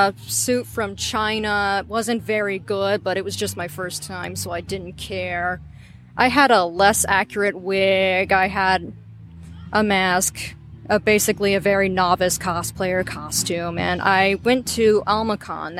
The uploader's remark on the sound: Live at Cosplay Beach Party.